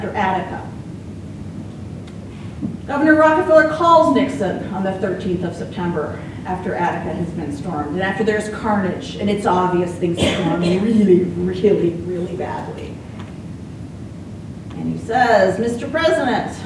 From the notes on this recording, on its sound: Apologies for the quasi-'field recording' style of the audio here.